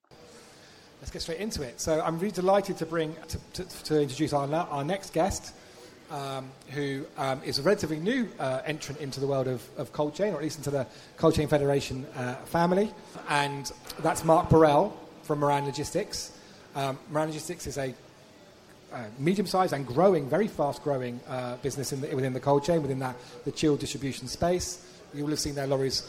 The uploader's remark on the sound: Cold Chain Podcast Live!